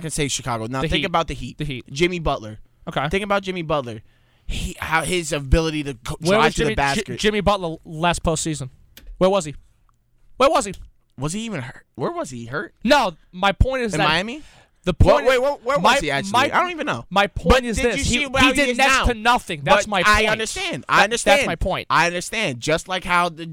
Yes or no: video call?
no